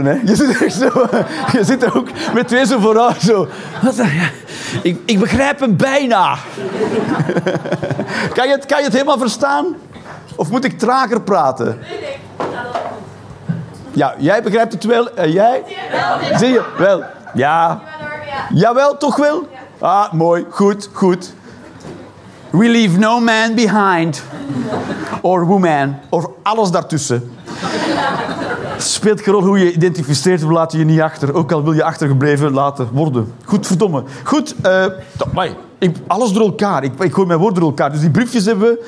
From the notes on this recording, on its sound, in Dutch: Live 19 Maart 2023, Toomler, Amsterdam.